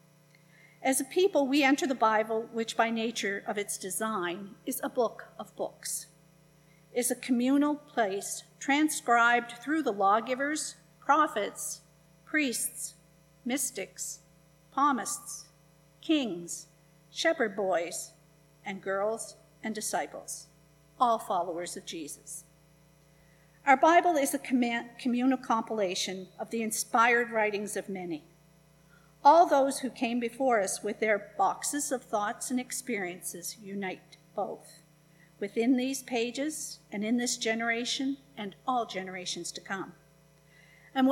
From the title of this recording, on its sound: Live Worship Service